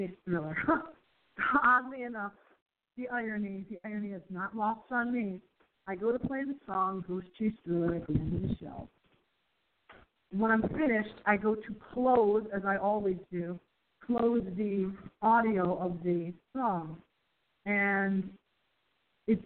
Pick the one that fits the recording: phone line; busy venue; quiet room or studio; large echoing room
phone line